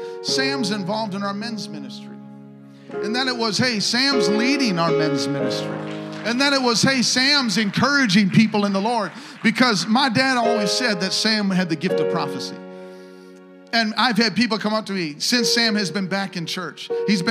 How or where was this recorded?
large echoing room